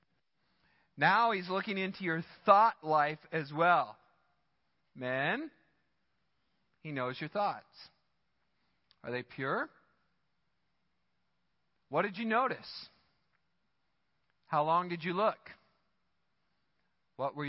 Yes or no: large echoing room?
yes